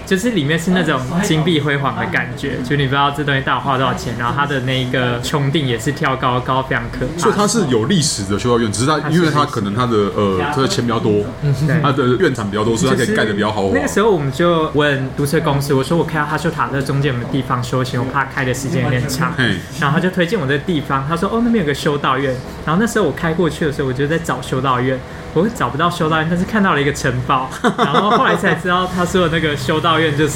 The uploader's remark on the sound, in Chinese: 本集白噪音指數：蚊風級 1/5。錄音地點： BUZZ Cafe & Beer。